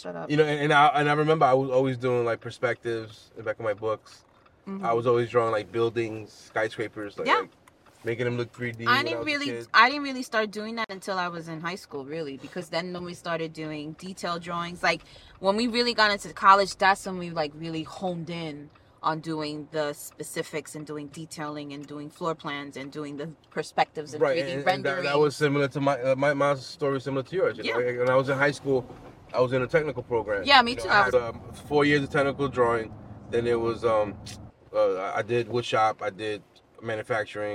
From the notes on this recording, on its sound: Where we have conversations about random topics while driving our children to school.